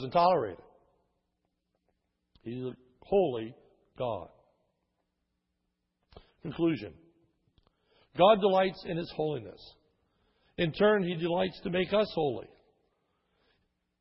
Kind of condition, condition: setting, large echoing room